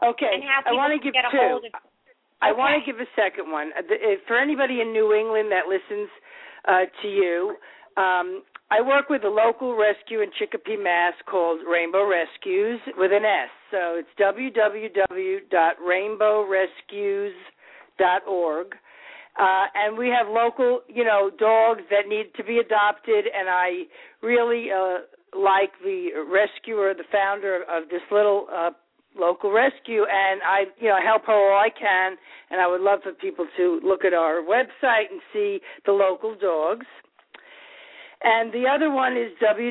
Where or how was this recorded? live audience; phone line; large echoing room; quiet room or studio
phone line